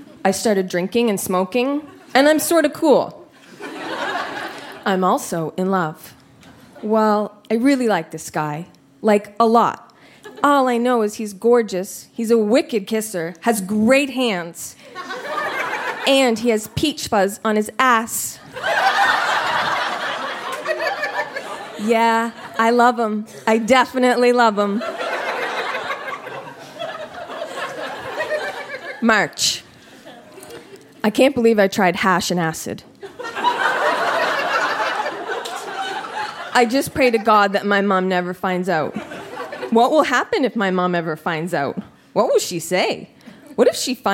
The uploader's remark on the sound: Recorded live at The Company House in Halifax.